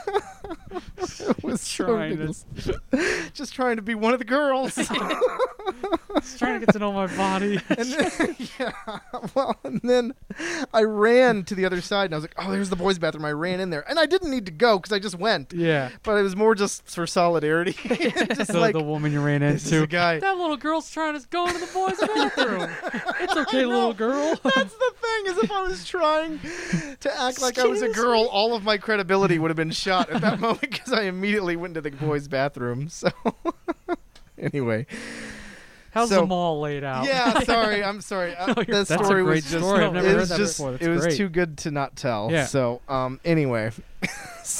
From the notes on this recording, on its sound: Are in the same spot as their guest. Decided to celebrate the occasion by recording outdoors! It's harder to distance while inside.